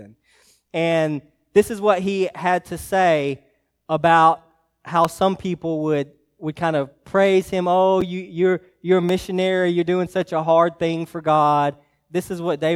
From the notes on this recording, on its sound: message preached to Hillside Baptist Church in Eastman, GA on 1/7/24